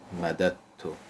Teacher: درش دال دوم در تا ادغام میشه، ادغامش هم لفظی است، مددتو، تا رو به صورت مشدد تلفظ میکنه · Term: ادغام متقاربین